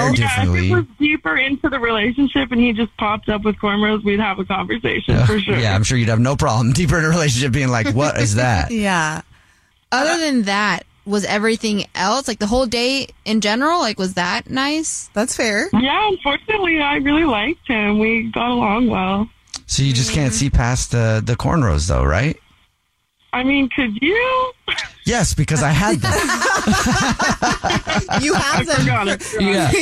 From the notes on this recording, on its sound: We get that other person on the phone to see why they're "ghosting". One of our listeners is on the phone.